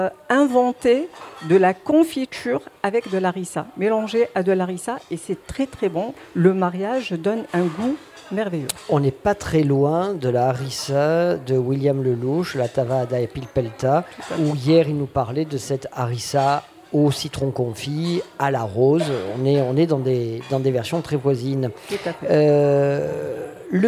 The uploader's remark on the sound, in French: Radio Grenouille au Festival Kouss Kouss 2022 - Le Monticole Culinaire. Le Grand Pastis délocalise son plateau et s'invite au Monticole culinaire, un tout nouveau « laboratoire » culinaire qui voit le jour au Plan d'Aou.